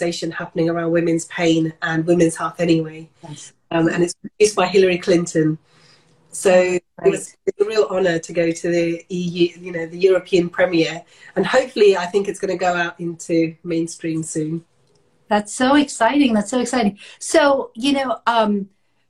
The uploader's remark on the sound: Taken from their Instagram Live chat